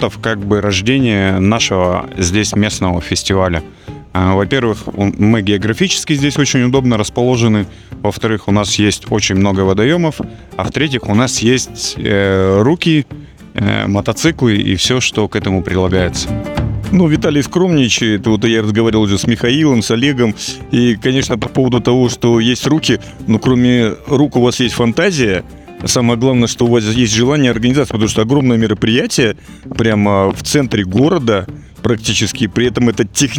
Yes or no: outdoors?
yes